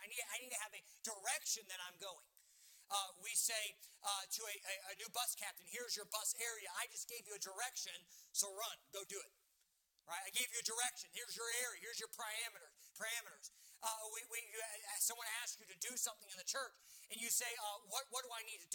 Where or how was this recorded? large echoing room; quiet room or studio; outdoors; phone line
large echoing room